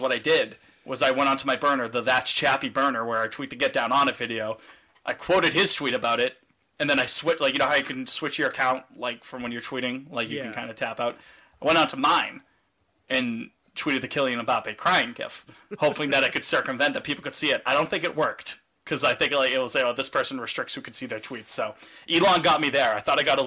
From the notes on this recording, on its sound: It's kind of a crappy sounding episode (sorry about that, idk what happened during recording).